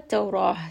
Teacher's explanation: ending here with a ta marbuta, just turn that into a ha with a sukun.